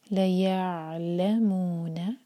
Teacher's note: عین ساکن کے بعد لام، تو لام پر زور